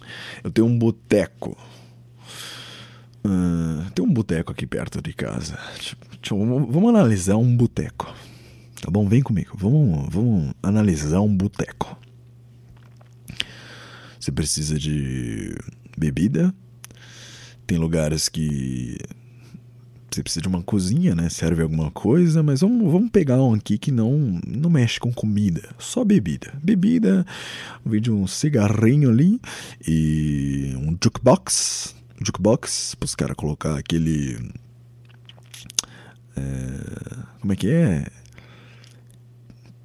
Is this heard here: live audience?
no